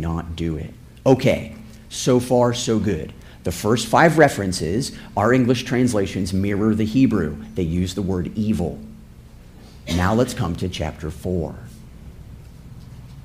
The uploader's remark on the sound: This episode is a sermon I preached September 24, 2017.